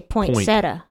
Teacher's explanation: I add a T after POIN